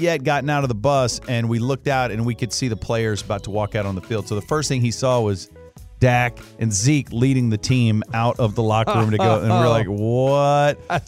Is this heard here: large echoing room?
no